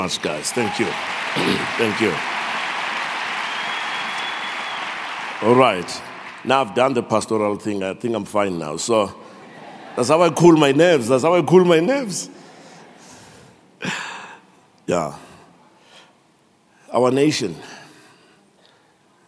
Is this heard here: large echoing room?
yes